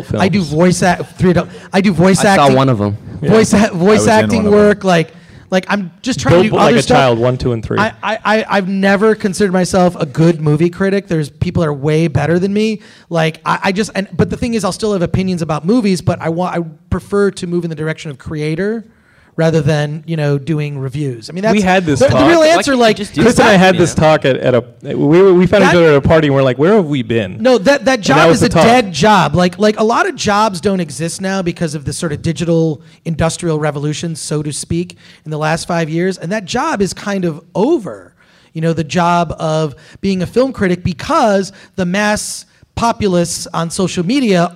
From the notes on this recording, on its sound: Live from Stan Lee's Comikaze Expo, our very first LIVE Geekscape from a comic convention!